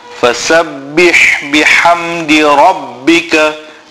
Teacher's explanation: That will be small has. We have to pronounce this ha from the center of the throat. · Term: big has